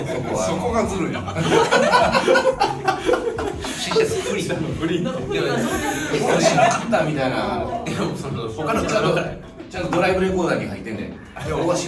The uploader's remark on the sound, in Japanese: 伊丹GreenJamの楽屋より収録です。